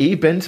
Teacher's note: T und N werden am gleichen Ort gebildet, nämlich hinter den Alveolen mit der Zungenspitze.